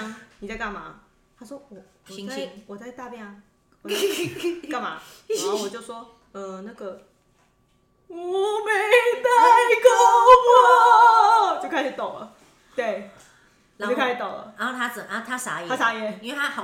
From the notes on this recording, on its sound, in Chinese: 這次可能是我錄製以來最吵又最長的一次吧!請大家耳膜小心。